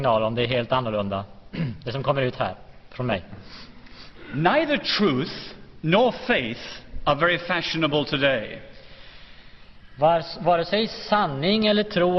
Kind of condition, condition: setting, large echoing room